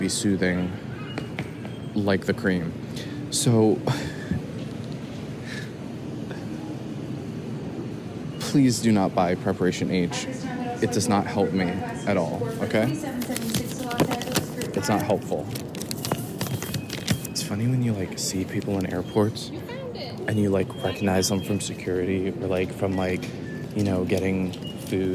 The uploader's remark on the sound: I have to board this plane in 5 minutes. Live from the indianapolis airport in canada.